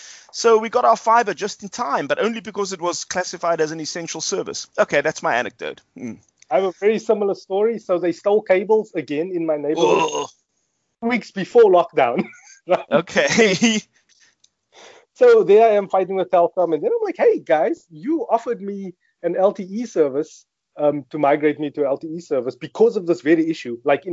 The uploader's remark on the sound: Reunited via the power of Skype. Recorded at Cincinnati Spur, Howard Centre, Pinelands.